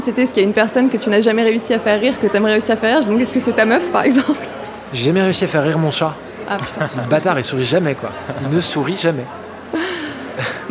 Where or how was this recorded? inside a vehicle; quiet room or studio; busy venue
busy venue